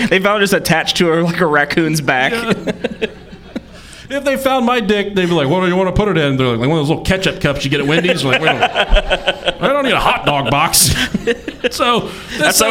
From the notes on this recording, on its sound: This is a special recording from our live show in Indianapolis.